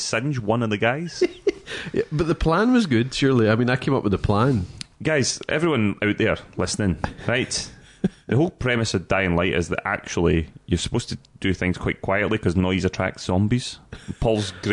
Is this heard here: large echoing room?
no